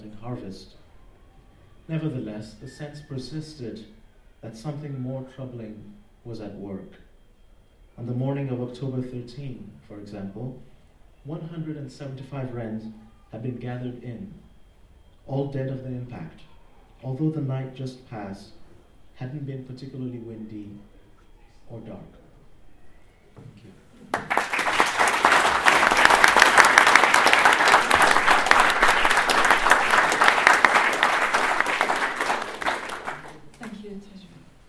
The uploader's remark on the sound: In celebration of Refugee Week. This Worlds Festival event at the Norfolk & Norwich Millennium Library.